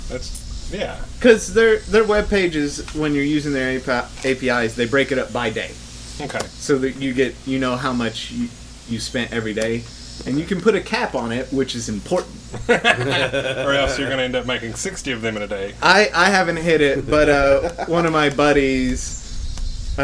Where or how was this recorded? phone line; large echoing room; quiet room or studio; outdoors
outdoors